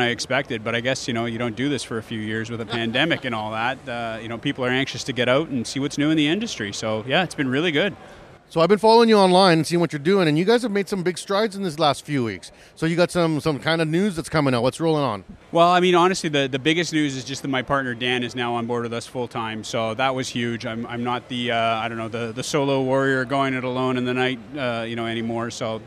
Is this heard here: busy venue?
yes